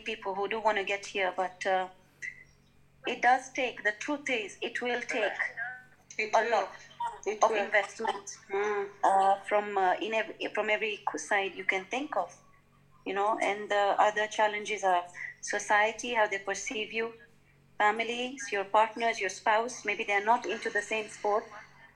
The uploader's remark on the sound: We do apologise for the sound quality; we would have loved to have had everyone in the same room! However due to Covid that was not possible. We hope you don't mind the odd matatu, chicken call and zoom glitch!